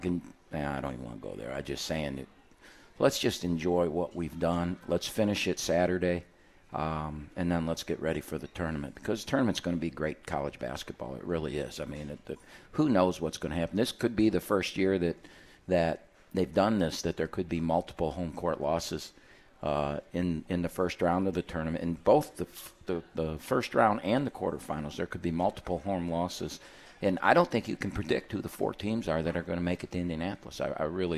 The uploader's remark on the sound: live from RJ's Pub in Rochester Hills!